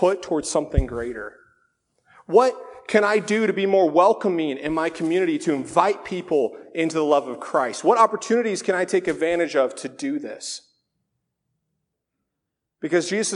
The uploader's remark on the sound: This sermon was originally delivered at Faith Reformed Church in Lynden, WA on February 3, 2019.